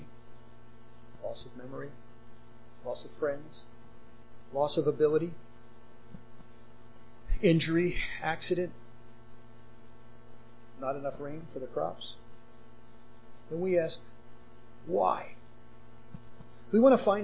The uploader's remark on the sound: Unfortunately this was the best we could salvage from the quiet audio